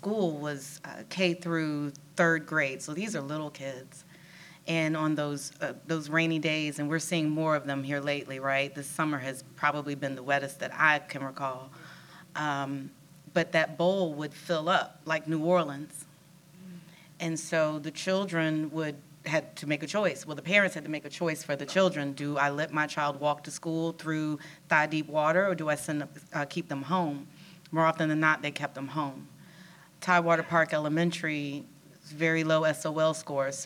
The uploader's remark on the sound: A live panel. This was recorded live at the Attucks Theatre as part of our Community Listening Party.